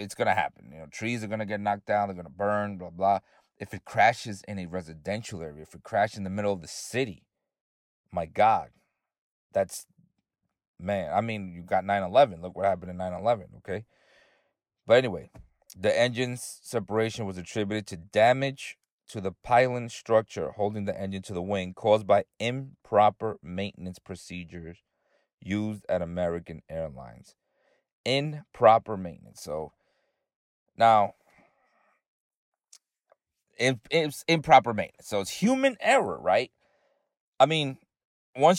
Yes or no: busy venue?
no